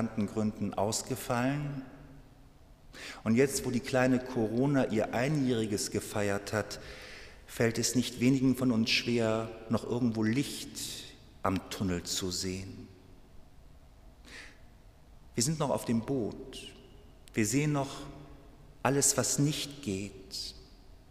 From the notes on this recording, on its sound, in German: Mitschnitt aus der Christuskirche.